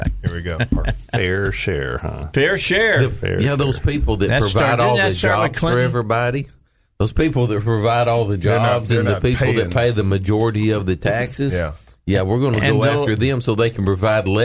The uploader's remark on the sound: a few surprise guests call